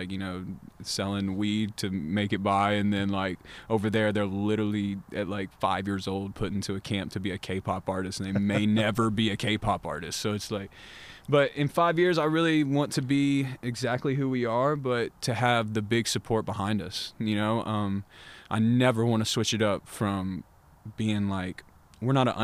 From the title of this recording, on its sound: Live from the Bird's Nest